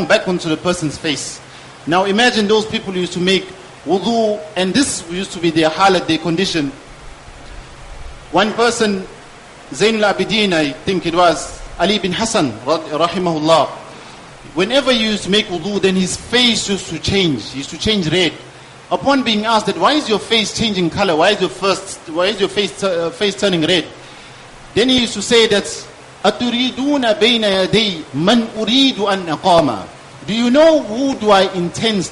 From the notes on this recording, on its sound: Jumuah lecture